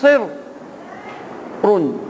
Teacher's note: راء مشددة مع تنوين الضم مع التفخيم، يبقى راء شدة وتنوين الضم مع التفخيم عشان ما اياك ان ترققها.